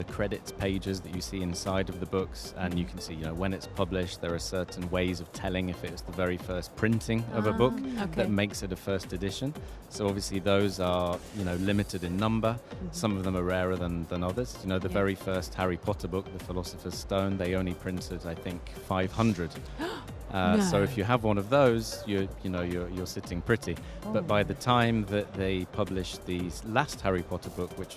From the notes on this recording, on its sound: Live from Sharjah International Book Fair 2023